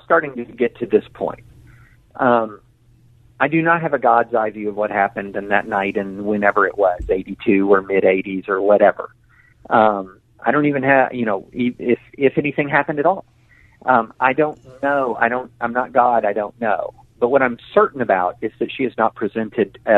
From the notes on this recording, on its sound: go to the phones